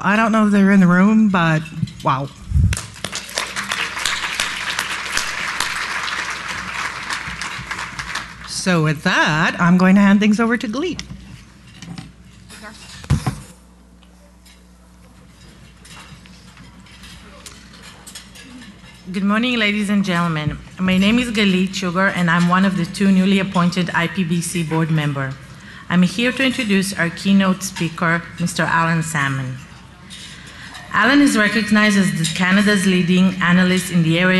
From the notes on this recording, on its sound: Live Broadcast at the The IPBC IGNITE Conference.